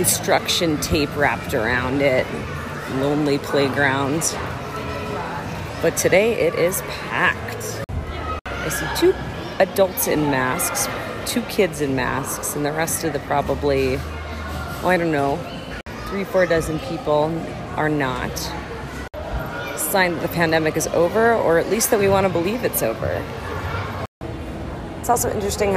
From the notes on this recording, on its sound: Sound Tour of Cherry Creek Mall. An audio exploration of Denver's popular shopping center.